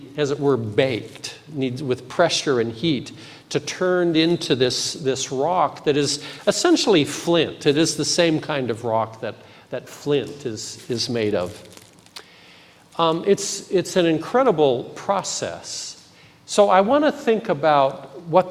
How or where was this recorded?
large echoing room